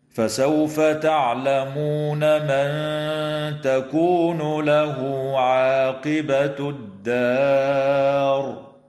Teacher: وتوصل الهاء في قوله تعالى: له عاقبة، بواو تمد حال الوصل بمقدار حركتين من قبيل مد الصلة الصغرى